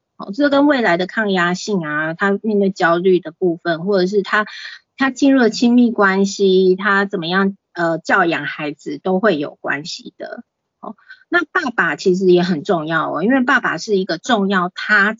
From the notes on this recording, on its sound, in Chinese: 講座錄音。此為線上課程錄音檔！